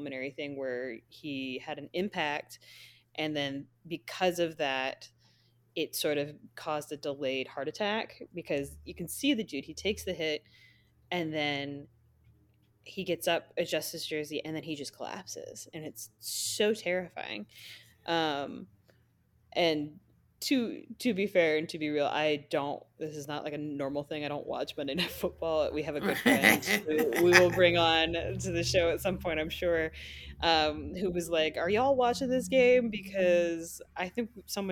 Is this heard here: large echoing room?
no